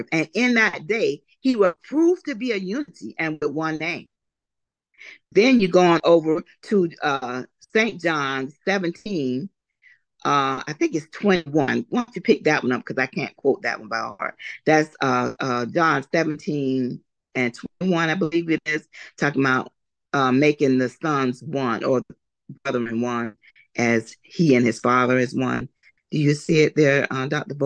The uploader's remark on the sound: Oceanside Zoom Class.